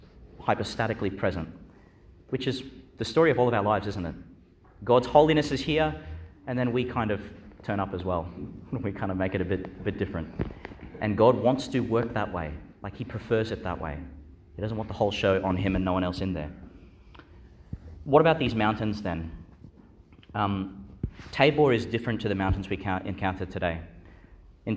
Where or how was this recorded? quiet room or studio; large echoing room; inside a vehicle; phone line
large echoing room